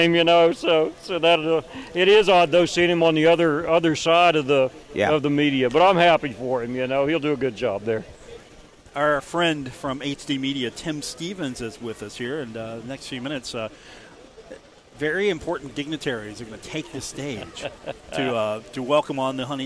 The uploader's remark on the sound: broadcasts live from Pullman Square in Huntington